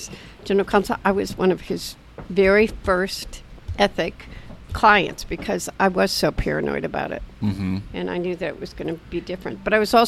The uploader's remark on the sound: recorded over breakfast at The Dubliner on Capitol Hill